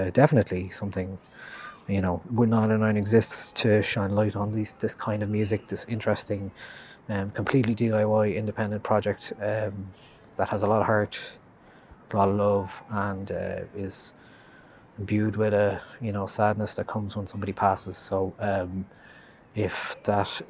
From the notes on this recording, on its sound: Two recommendations live from Stephen’s Green.